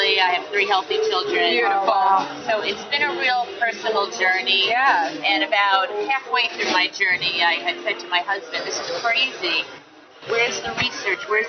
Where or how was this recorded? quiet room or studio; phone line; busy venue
busy venue